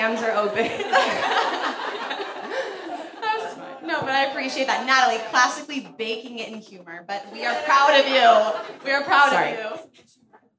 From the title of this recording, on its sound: Real Pod LIVE from Hollywood Improv!